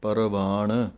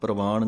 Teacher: ਰਾਰਾ ਪੂਰਾ ਬੋਲਣਾ ਹੈ, ਇਹਨੂੰ ਜਲਦੀ ਦੇ ਨਾਲ ਪ੍ਰਵਾਨ ਨਹੀਂ ਕਹਿ ਦੇਣਾ · Shown in: first take · ਜੋ ਰਾਰਾ ਹੈ ਉਹ ਪੈਰ ਦੇ ਵਿੱਚ ਲੱਗ ਜਾਵੇਗਾ, ਇਸ ਕਰਕੇ ਪਰਵਾਨ ਇਹ ਢੰਗ ਹੈ।